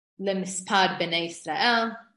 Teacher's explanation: notice I didn't say Mispar, I shortened it · Term: Chidik Chaseh